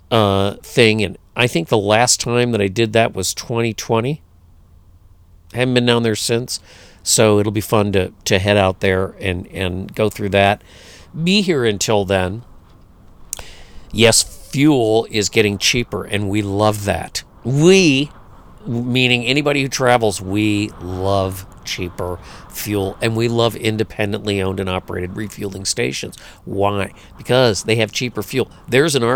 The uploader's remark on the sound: this podcast was recorded in the midst of a huge windstorm and figures prominently in it